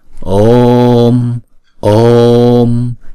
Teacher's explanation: Chữ ô là diphthong, chúng ta phải đọc kéo dài hai nhịp, xong rồi chúng ta mới đóng chữ ô đó lại.